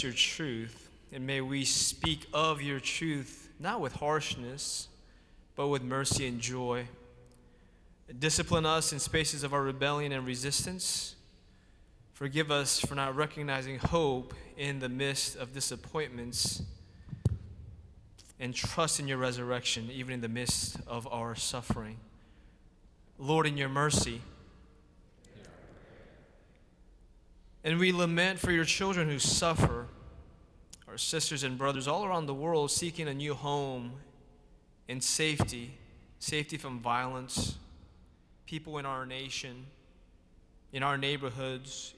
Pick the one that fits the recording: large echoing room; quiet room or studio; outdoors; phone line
large echoing room